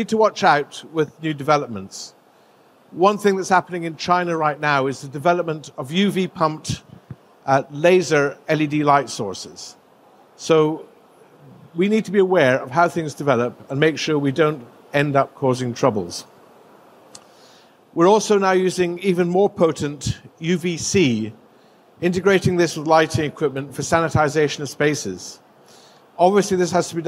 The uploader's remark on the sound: Presented at GILE 2023